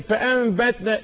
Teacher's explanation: فأنبتنا، النون بعدها حرفين، الباء. إذن في حضرة الباء قلبت النون إلى ميم · Term: الإقلاب